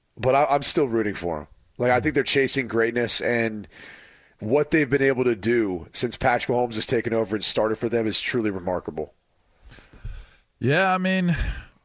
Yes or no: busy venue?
no